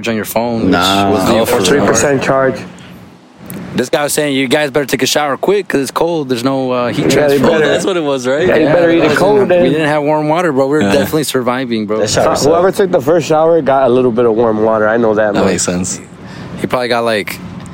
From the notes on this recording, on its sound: On the shore of downtown Miami as the podcast was recorded outside. FYI their voices were gone from all the ragers.